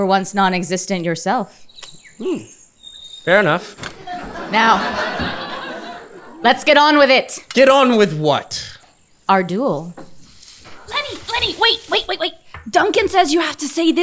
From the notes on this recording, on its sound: LIVE Event Recording. This episode was recorded on stage in front of a Live audience. At Le Chat Noir Theatre in Augusta, GA.